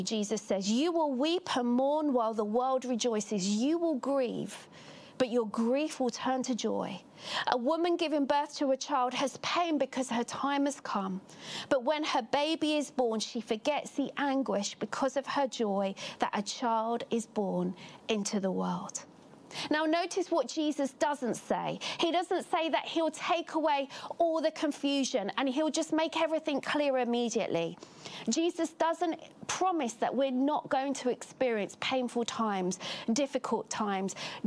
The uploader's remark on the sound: Catalyst Live Online Church Service.